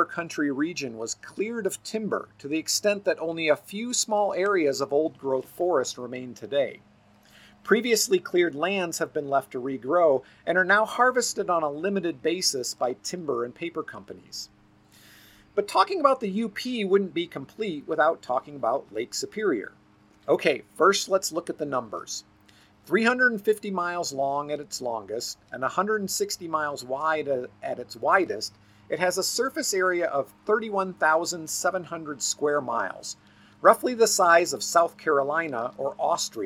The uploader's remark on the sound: this episode was recorded outside so enjoy the background commentary of my local bluejays!